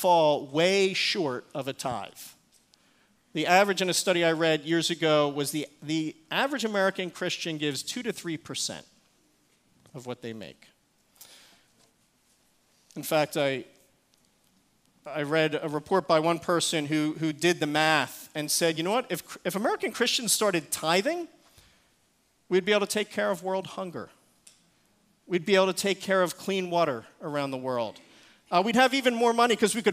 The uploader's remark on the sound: Recorded service